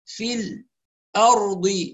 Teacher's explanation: السكت على اللام الساكنة زمنا يسيرا دون تنفس